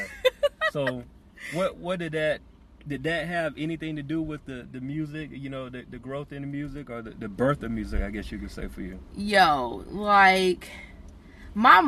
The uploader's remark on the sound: Sitting In A Hot Car In The Middle Of Summer. Instead we took the show on the road literally; recording from the comfort of my car.